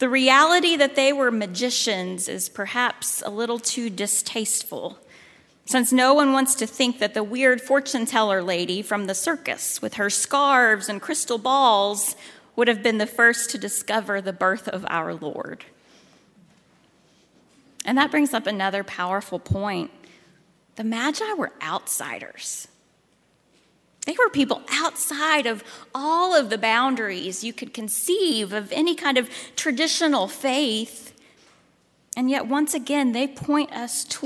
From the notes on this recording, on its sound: at Highland Baptist Church, Louisville, Kentucky